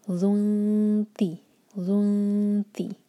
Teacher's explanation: تو ہم آگے نون دیکھتے ہیں، نون ایمٹی ہے اور اس کے بعد تا ہے، تو یہاں پر ہم اخفا اس طرح کریں گے، نون کی آواز کو اس طرح چھپائیں گے کہ تا کے لیے زبان تیار ہو. اب یہاں پر ڈفرینٹ ساؤنڈ آنا چاہیے، ذونتی ذونتی، آلموسٹ تا کو ٹچ کرنے والی ساؤنڈ آئے گا.